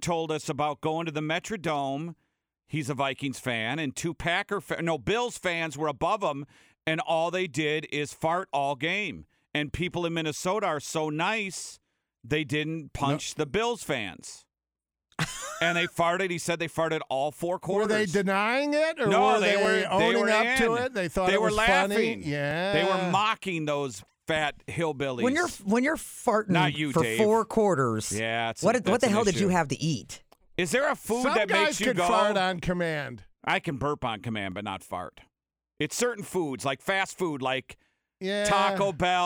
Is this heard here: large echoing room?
no